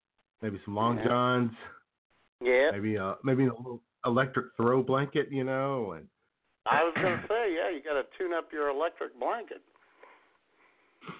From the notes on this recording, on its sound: your phone calls